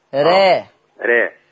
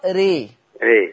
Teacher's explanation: الإمالة الصغرى اللي هو التقليل وسط ما بين الفتح وما بين الإمالة الكبرى · Shown in: first take